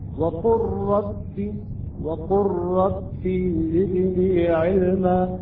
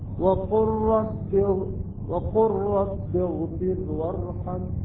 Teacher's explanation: اللام والراء تضغم اللام تحذف تصبح الراء مشددة · Term: الإضغام المتقارب